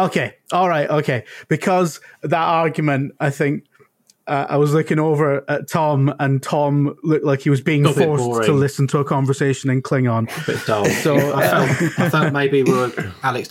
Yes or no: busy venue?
no